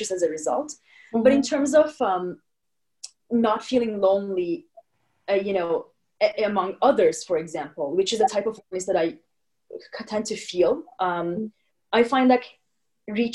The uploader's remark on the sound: Editing our zoom podcast.